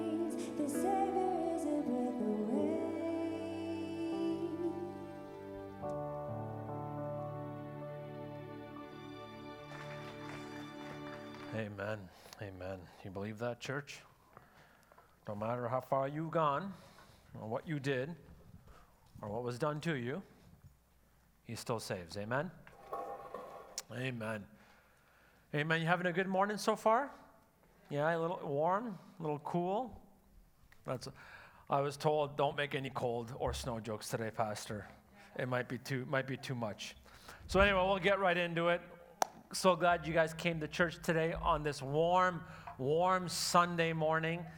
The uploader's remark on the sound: Sunday Service live broadcast